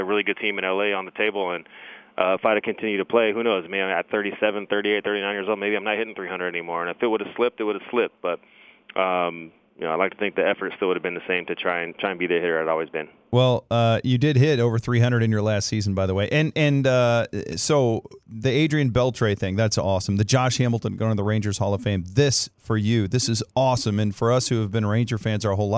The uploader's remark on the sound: called in to the Ben and Skin show